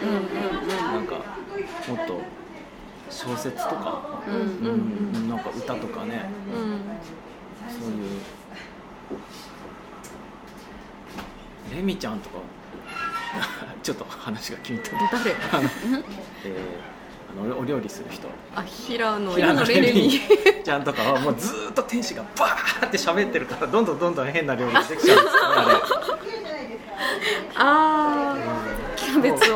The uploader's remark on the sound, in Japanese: 東京都杉並区東高円寺にあるカフェバードバスさんでの収録です。